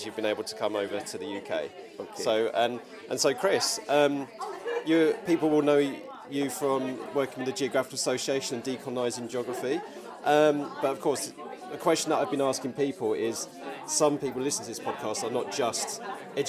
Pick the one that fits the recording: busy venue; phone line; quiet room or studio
busy venue